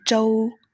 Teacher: And the second character is the first tone, flat tone